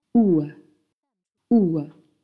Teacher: 这是一个双元音，在发双元音的时候呢，嘴型呢会发生改变。从发第一个音标呢到第二个音标之间呢，嘴型呢会有一个过渡。这个音标的发音呢是，呜啊，呜啊。这个音标的发音技巧是双唇呈圆形，舌尖不接触下齿，是从短元音“呜”到“呃”的一个过渡 · IPA: ʊə